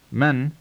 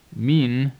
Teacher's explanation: it is pronounced men in the central part of the country, while it is mean in the west